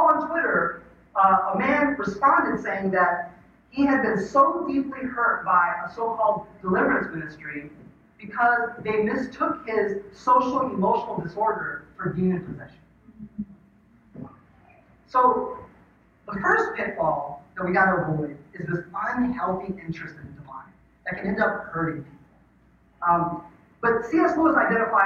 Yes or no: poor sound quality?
yes